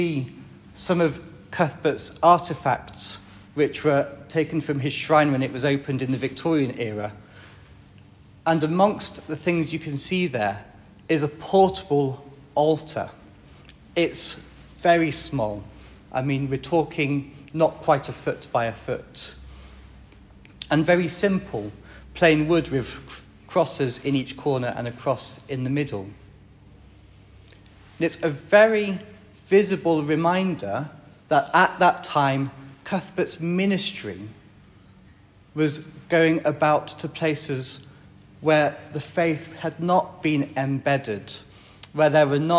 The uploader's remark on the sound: This HOMILΞTTΞ was recorded during Mass at All Saints’ Winterbourne Down.